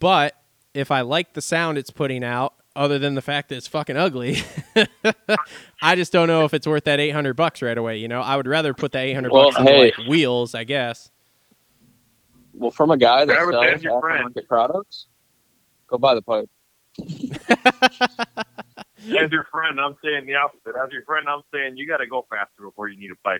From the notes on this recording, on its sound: on the phone